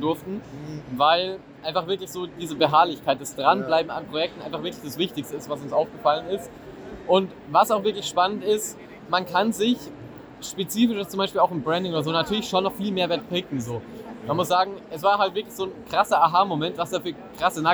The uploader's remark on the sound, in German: euch mit auf die OMR, das Online Marketing Rockstar Festival in Hamburg